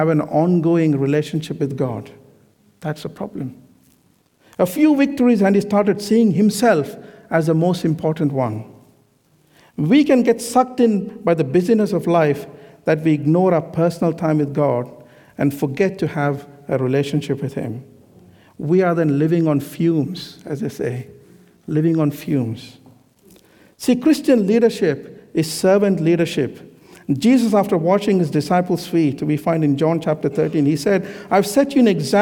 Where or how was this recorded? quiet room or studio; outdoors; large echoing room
large echoing room